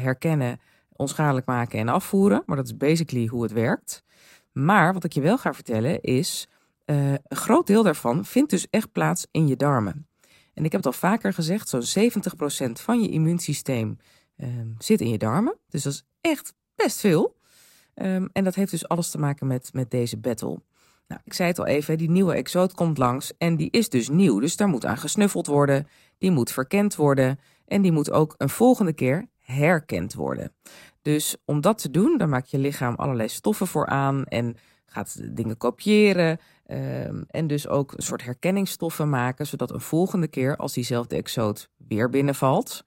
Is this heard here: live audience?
no